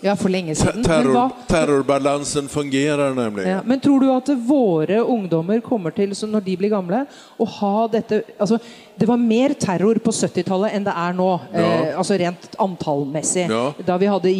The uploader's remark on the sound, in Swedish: Spelar in avsnittet inför publik på bokmässan i Göteborg.